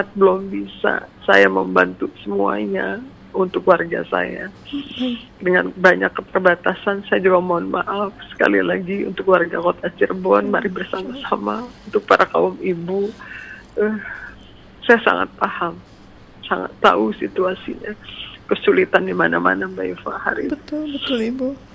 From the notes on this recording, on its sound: By Phone.